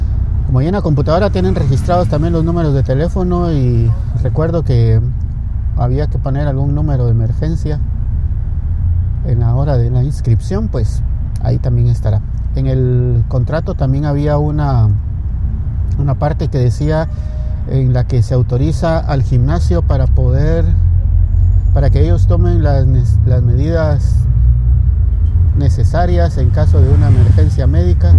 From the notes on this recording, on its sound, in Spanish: Sigo trabajando en el mejoramiento del audio.